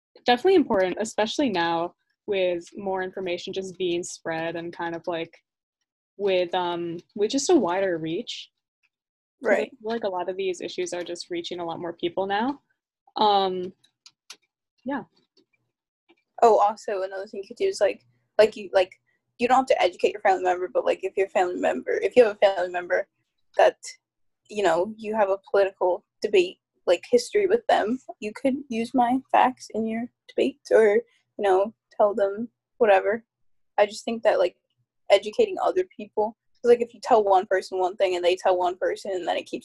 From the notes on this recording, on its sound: The quality is a bit iffy since this was recorded over Zoom